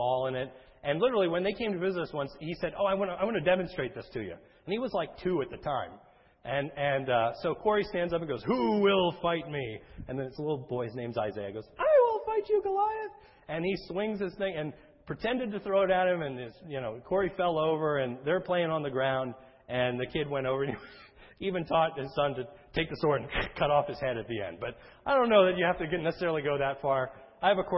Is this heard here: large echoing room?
yes